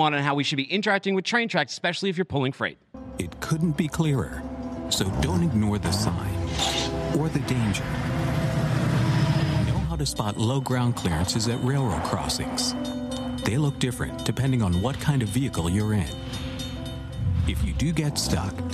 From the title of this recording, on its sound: LIVE from FreightWaves' Intermodal Summit